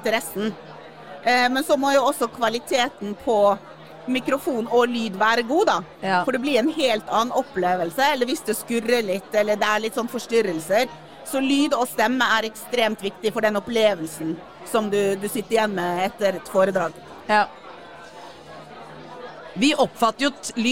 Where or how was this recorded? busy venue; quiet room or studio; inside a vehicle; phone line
busy venue